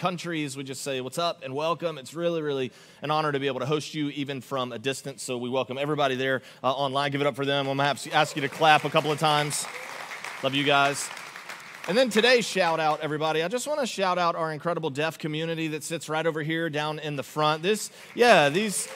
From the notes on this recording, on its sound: Augustine, Florida. Recorded live on December 3, 2023 at Church On The Rock.